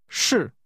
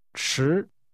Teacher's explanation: to be is pronounced with a falling tone · Shown in: first take